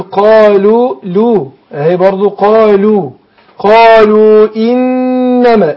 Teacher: نون مشددة هي برضو تأخذ غنة حركتين أي نون مشددة أو ميم مشددة تأخذ غنة حركتين أي نون